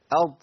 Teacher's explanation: اقصى لسان اخر لسان بيرتفع الى اعلى عند النطق بالضاد · Term: استعلاء